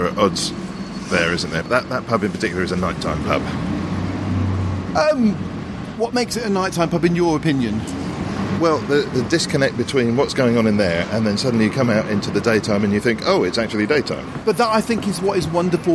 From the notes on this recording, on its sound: If you like the sound of the pubs in this episode